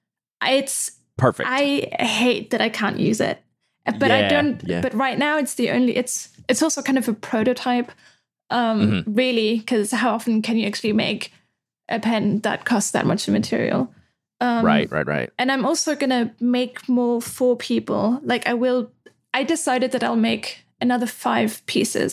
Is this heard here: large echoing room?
no